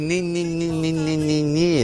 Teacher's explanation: Essa consoante nasal, alveolar, sonora.